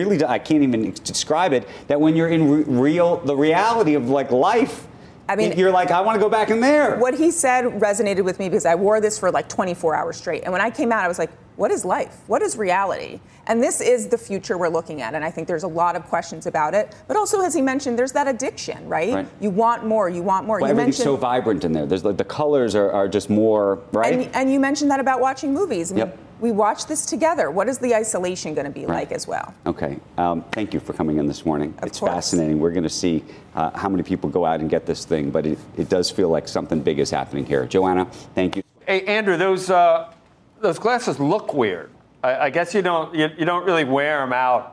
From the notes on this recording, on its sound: live at AT&T Pebble Beach Pro Am